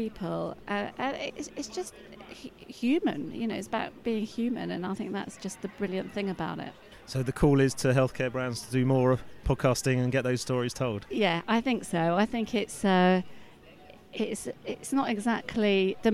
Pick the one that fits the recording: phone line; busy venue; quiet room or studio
busy venue